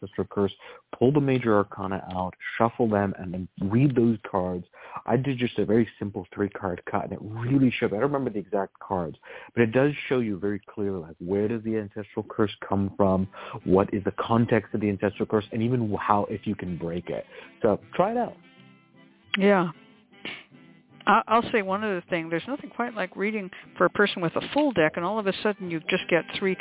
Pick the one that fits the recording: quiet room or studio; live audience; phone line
phone line